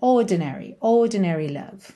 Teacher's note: o R não vai ter o som do R enrolado, vai ser uma, um alongamento dessa letra O, e depois o D vai ser um D mesmo